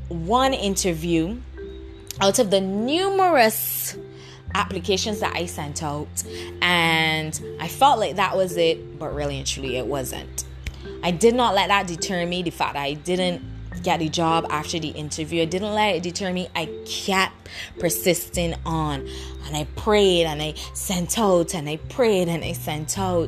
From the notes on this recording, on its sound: Excuse the background noises because I really did not want to stop the flow of things.